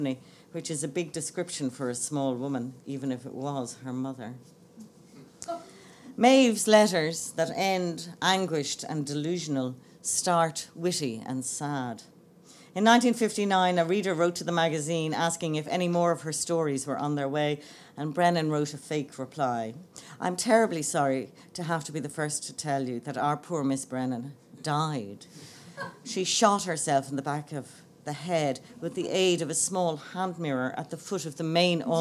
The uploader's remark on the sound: Laureate For Irish Fiction Annual Lecture 2016. Delivered her first US lecture as Laureate for Irish Fiction at the Lillian Vernon Creative Writers House as part of the Laureate programme.